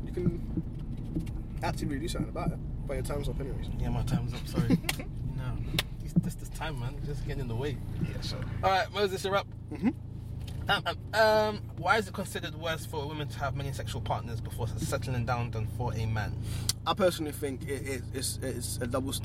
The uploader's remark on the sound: In a car!! We're recording in a car on our way to a collaborative venture.